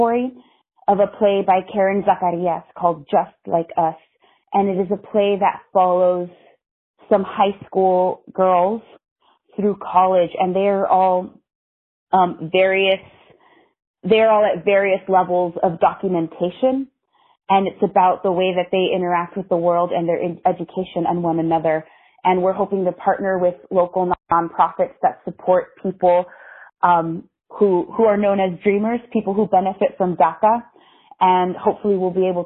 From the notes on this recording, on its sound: I spoke on the phone